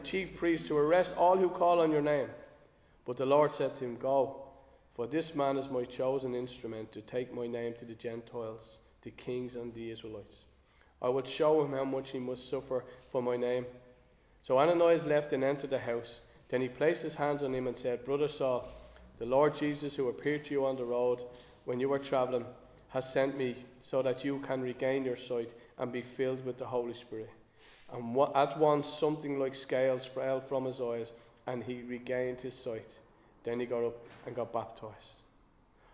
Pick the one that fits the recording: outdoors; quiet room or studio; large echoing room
large echoing room